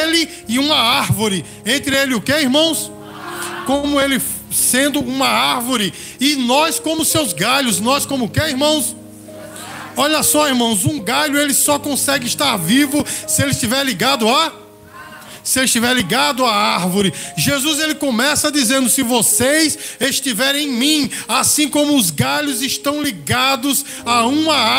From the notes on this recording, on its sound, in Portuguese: Gravado no culto de celebração da Igreja Bíblica Vida Eterna (IBVE).